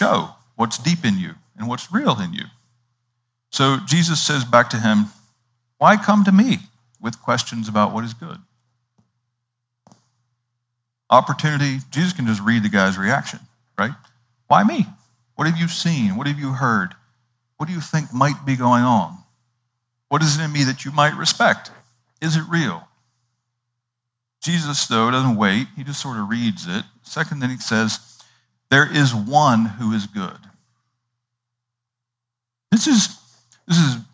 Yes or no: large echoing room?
yes